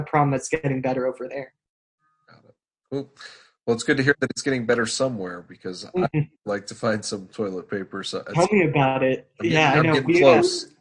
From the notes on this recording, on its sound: For the second of our Zoom-aided podcasts.